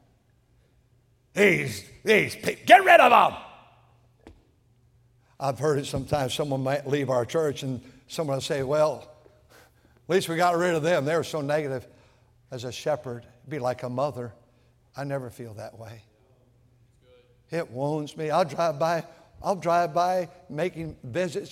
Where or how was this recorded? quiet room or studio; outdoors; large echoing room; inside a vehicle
large echoing room